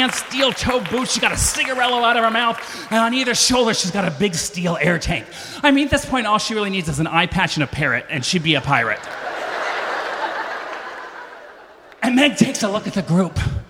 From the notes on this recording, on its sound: lights up Snap LIVE in LA